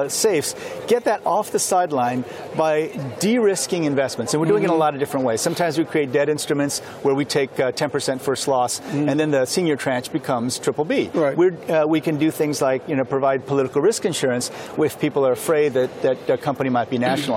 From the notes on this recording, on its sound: Live from the World Bank/IMF Meetings in Washington DC.